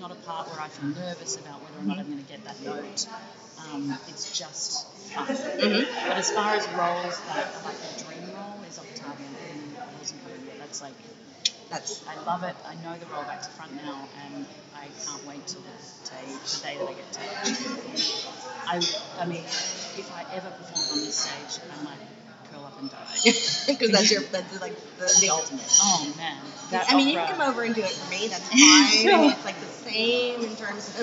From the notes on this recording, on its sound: Taped in the Opera Cafe, we discuss life as an opera singer in Vienna.